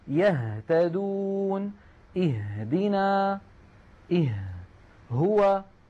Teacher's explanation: الهمزة مثلا يأتون، نلاحظ بأن الهمزة من أقصى الحلق، والهاء من نفس المكان، يهتدون، اهدنا، اه، هو. فالهمزة والهاء تخرج من أبعد منطقة من الحلق، وقد سماها العلماء كما رأينا أقصى الحلق.